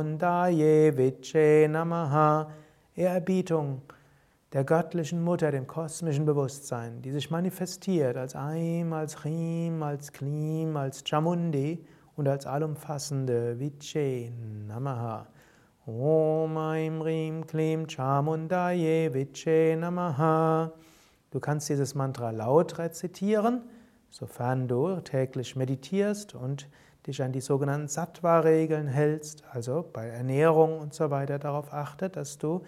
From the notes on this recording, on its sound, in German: Alles Aufnahmen von Yoga Vidya, meistens aus dem Samstag-Abend-Satsang im Sivananda Saal bei Yoga Vidya Bad Meinberg. Es gibt allerdings auch ein paar Aufnahmen direkt aus dem Sivananda Ashram Rishikesh.